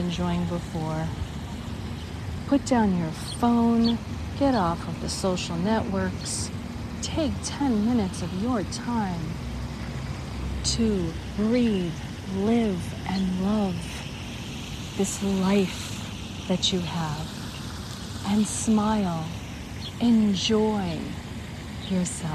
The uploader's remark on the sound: LIVE from the Fountain of Eternal Life Cleveland, Ohio. This is a special on location Walk and Talk of our Mindfulness Summer Tour 2022.